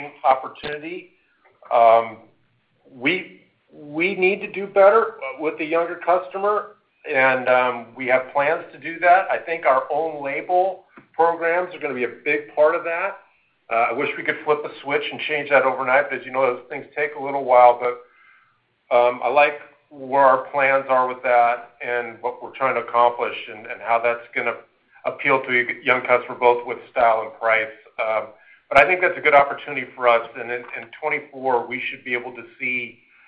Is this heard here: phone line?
yes